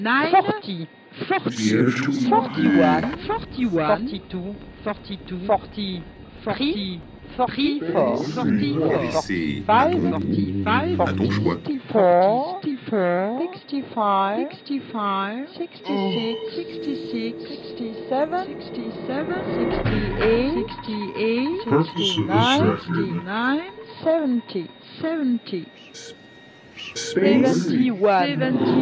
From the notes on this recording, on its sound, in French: Radio Actoral 2022. Raconte des spectacles du festival à des gens dans la rue.